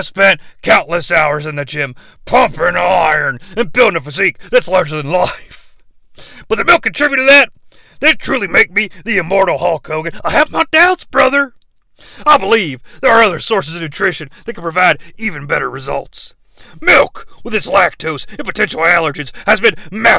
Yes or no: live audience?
no